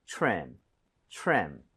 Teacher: TRE 붙어 있고 그다음에 모음으로 연결이 되면 크리스마스 트리처럼 치읓 비슷해집니다